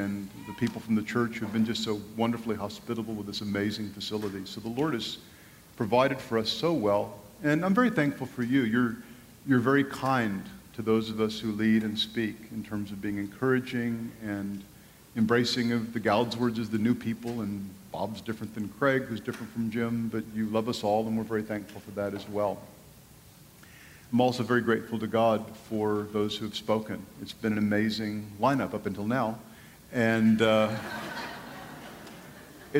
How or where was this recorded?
live audience